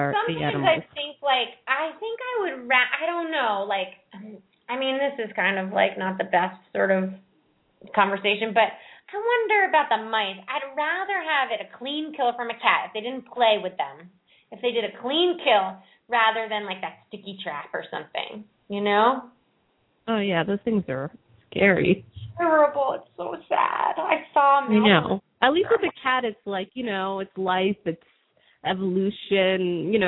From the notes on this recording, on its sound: open up the lines for listeners to call